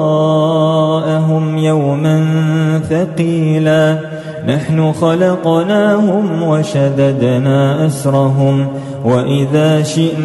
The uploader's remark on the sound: recorded at Green Lane Masjid, Birmingham, UK.